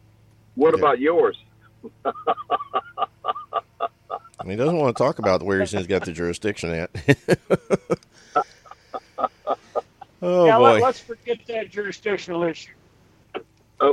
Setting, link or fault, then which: link, phone line